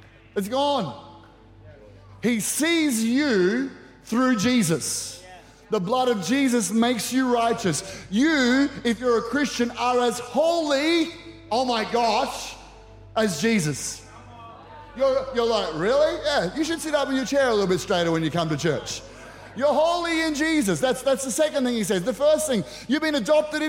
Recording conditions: large echoing room